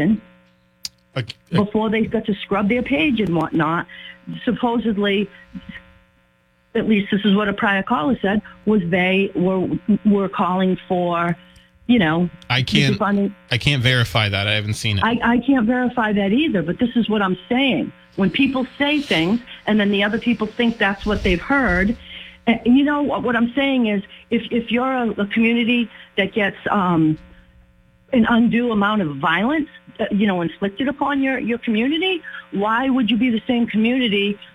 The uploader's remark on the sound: Continues to take calls from the audience. Calls in to make her pitch to the voters.